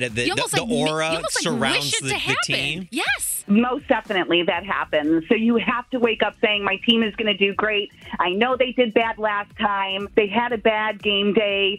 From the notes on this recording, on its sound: called